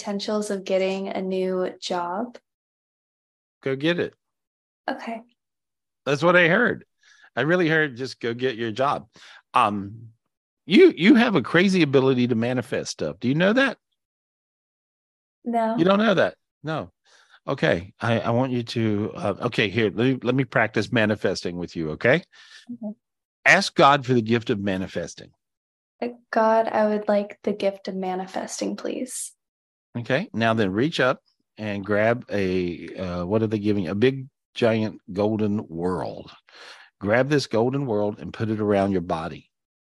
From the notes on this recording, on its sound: This was recorded LIVE on Zoom on September 30th, 2023.